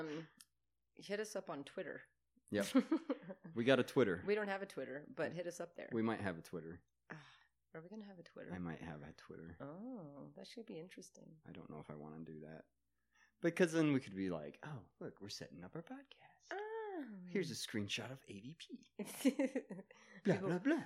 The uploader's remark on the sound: We started with technical difficulties so drink.